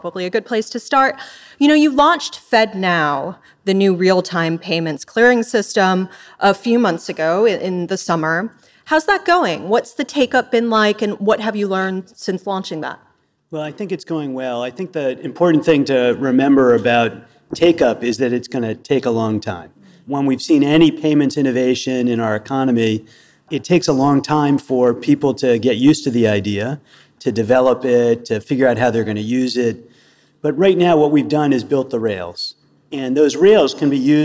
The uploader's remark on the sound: recorded live onstage at The Clearing House annual conference in New York